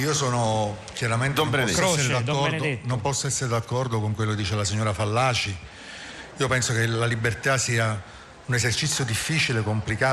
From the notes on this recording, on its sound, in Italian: In diretta dalla Nuvola ! Alla fiera "Più libri più liberi".